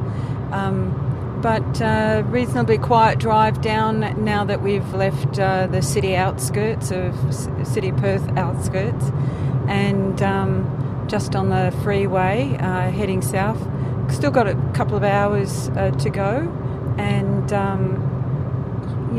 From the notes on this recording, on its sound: Interviews from the Trail. This episode includes recordings from the final 2/3 of this 128.7km trail and provides a real time overview of our on trail experience.